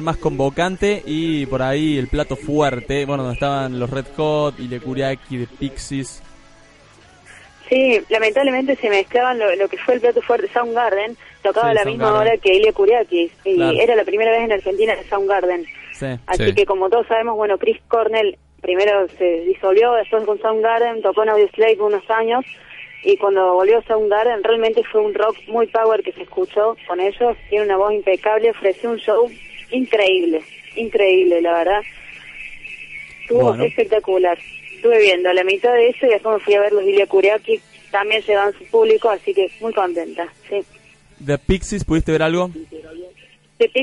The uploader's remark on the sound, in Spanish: Compartiendo telefónicamente todo lo que dejó el tradicional festival del Lollapalooza. En el Hipódromo de San Isidro.